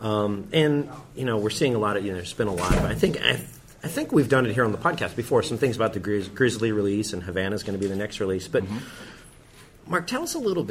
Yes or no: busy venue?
yes